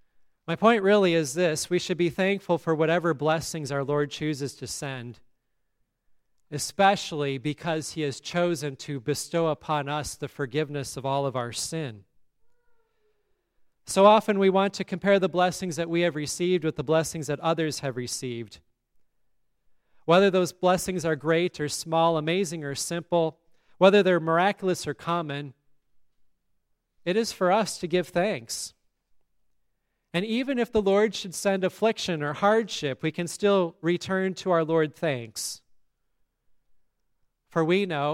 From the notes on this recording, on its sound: Listen to the service at Grace Lutheran Church, Lexington, MO.